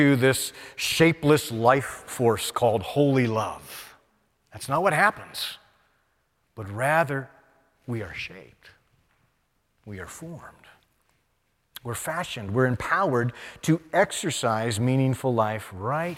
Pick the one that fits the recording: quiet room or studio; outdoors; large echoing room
large echoing room